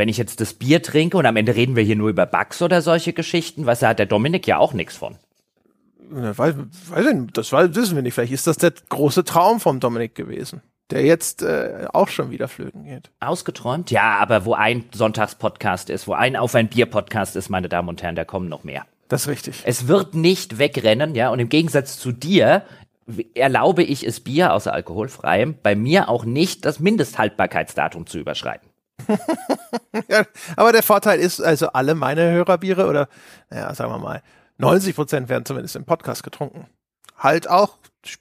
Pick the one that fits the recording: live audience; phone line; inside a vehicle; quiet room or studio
quiet room or studio